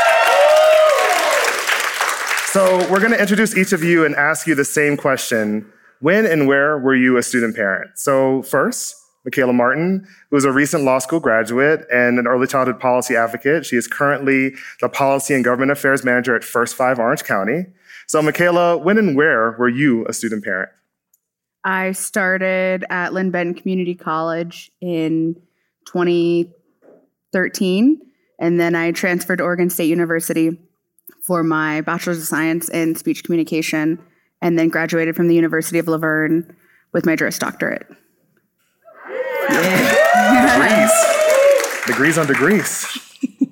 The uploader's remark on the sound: Our first live episode recorded at the inaugural Ascend Parent Advisor Convening in Aspen, CO in front of an audience of student parents.